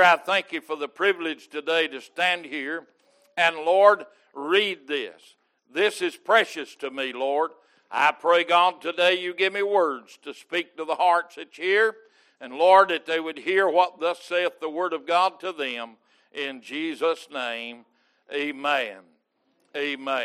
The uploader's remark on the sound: Recorded May 8, 2022 - Sunday Morning Service